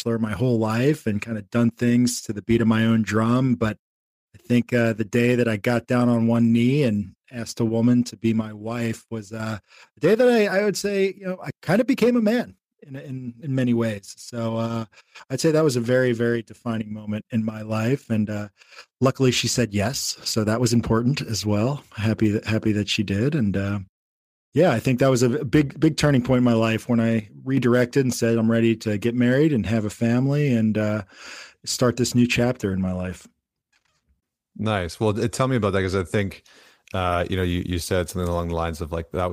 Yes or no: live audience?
no